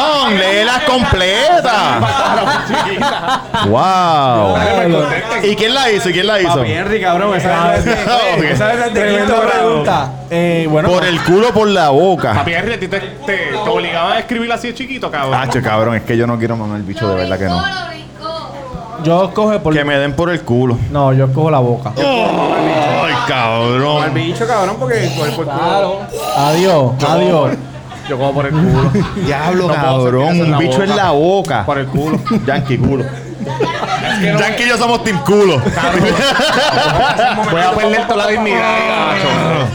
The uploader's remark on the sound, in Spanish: El Cuido Podcast LIVE. Nos fuimos para #TACOS e hicimos un LIVE.